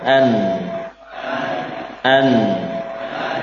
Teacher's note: ada suara gunnah dengung melewati pangkal hidung.